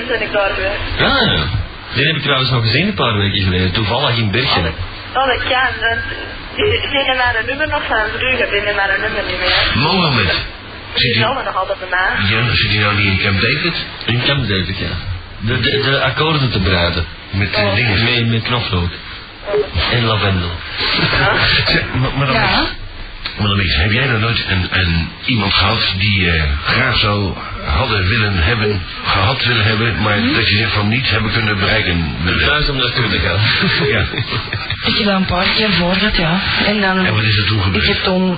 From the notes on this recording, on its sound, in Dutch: De bron van deze opname is een CASSETTE. De audio kwaliteit is vermoedelijk: SLECHT tot NORMAAL.